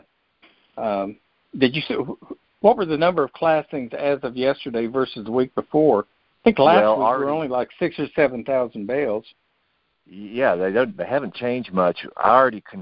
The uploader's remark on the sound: Apr 2021 Monthly Conference Call